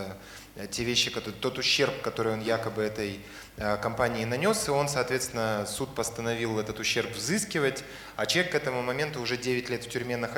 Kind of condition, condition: setting, live audience